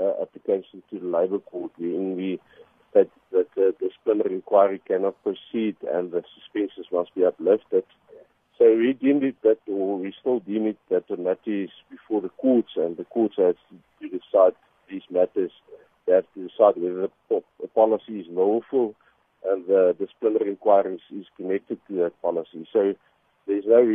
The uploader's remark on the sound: SAfm. We are now joined on the line.